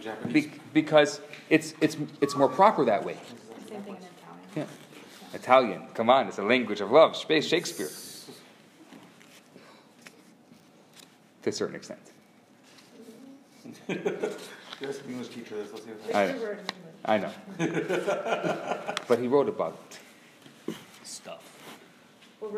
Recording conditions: live audience